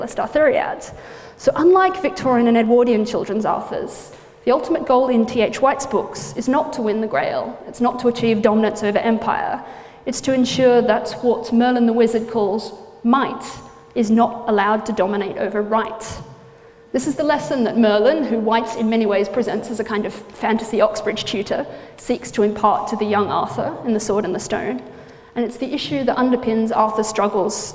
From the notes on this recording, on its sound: gives a lecture at the Bodleian Library